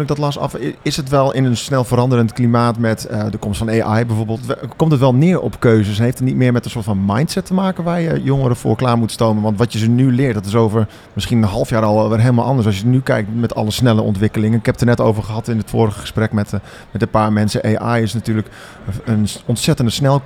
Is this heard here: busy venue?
yes